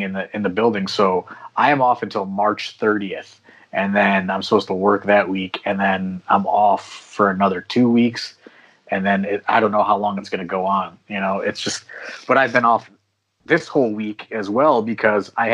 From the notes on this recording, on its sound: Please note this podcast was recorded over Skype.